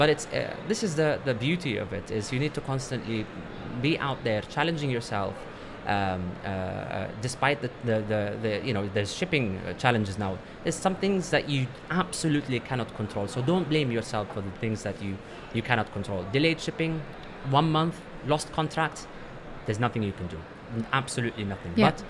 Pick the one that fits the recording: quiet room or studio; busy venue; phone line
busy venue